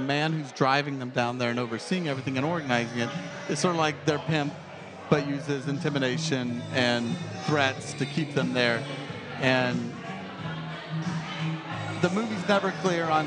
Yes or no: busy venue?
yes